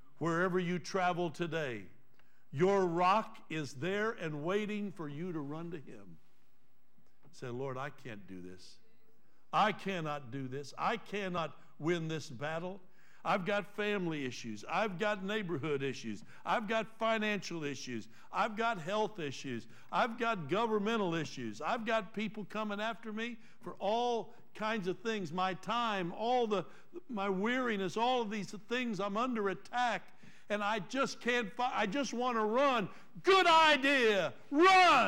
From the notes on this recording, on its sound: Trinity Church Live